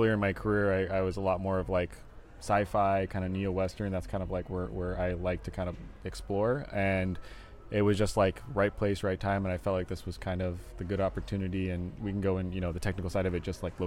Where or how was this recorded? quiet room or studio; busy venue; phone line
busy venue